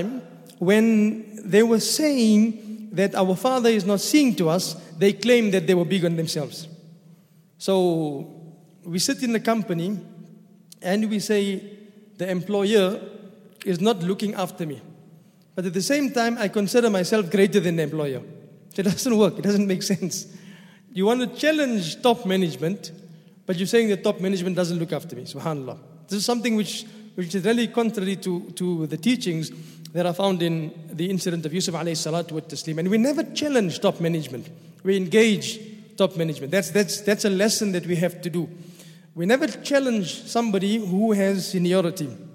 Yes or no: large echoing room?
yes